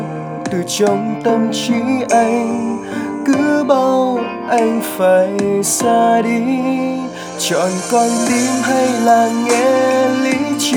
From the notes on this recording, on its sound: Recorded by my mobile phone